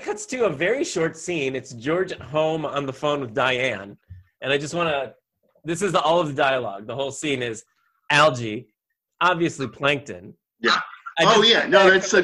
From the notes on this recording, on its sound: apologies for the network issues and sounds issues